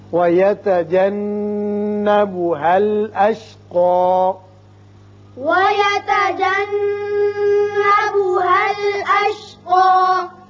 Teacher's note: اشقا اوپر کی طرف ایک الف کے برابر آواز کھینچیں گے